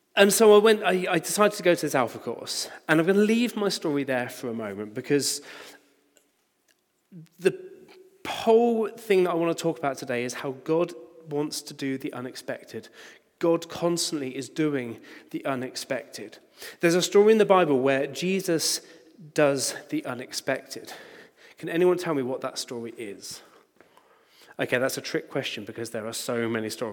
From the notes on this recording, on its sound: Recording from Immanuelskyrkan Skövde.